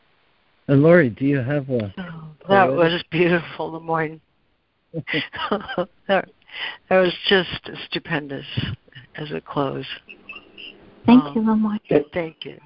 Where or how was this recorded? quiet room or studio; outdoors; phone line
phone line